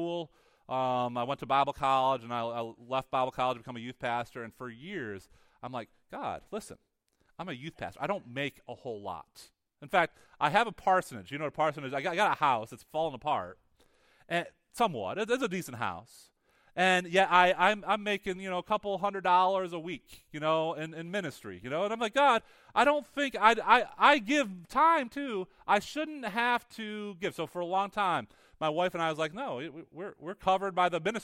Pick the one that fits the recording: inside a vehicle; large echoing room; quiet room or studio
large echoing room